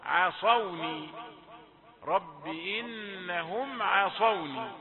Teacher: وانتبه إلى العين التي قبل الصاد، لا تقول عصوني لكن تقول ع، عين رقيقة، عصا صاد مفخمة